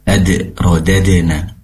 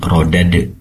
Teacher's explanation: Fokusnya pada tempat tumbuhnya gigi seri atas. Jadi ujung lidah nempel ke tempat tumbuhnya gigi seri atas seraya mengenai gigi sedikit ya dari belakang. · Term: huruf dal